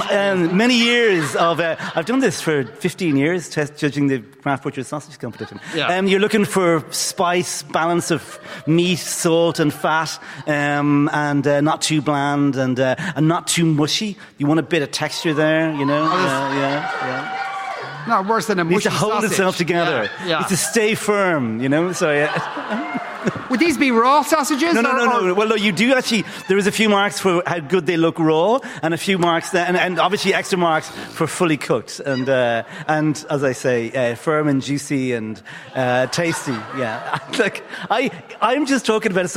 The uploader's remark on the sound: LIVE from Triskel Arts Centre in Cork.